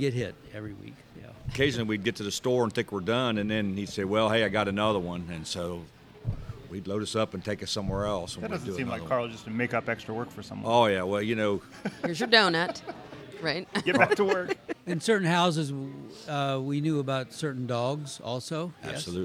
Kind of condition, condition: setting, busy venue